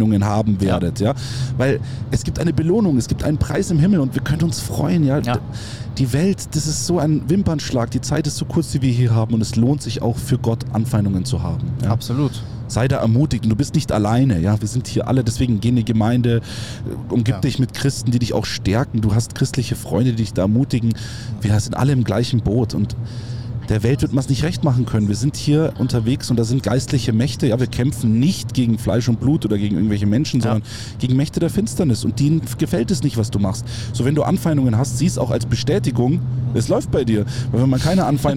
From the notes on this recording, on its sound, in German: wir sind unterwegs auf den deutschen Straßen und nehmen LIVE auf dem Weg zu einem Einsatz in Ludwigshafen diese Podcastfolge auf.